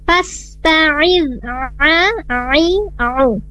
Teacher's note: Nah, ainnya juga diperbaiki sedikit lagi penekanan di huruf ain, karena memang huruf ain ini makhrajnya dari wasatul halq, tengah-tengah tenggorokan